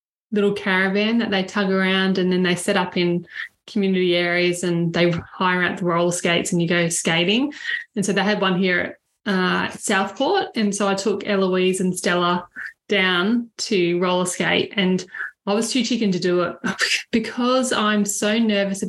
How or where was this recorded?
video call